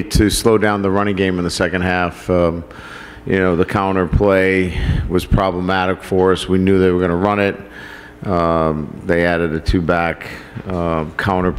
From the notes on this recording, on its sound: press conference